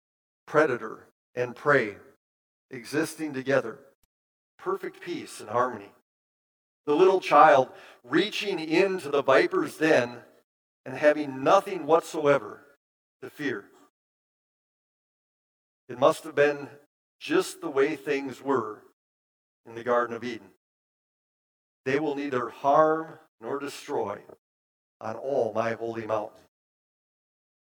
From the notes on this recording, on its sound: Bethany, Appleton, WI. Preached this sermon at Bethany's Sunday worship on December 4, 2022.